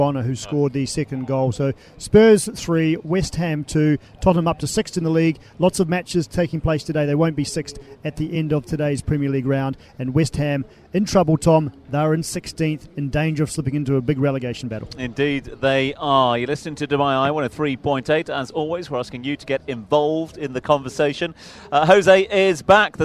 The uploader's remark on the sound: From the rooftop garden of Barasti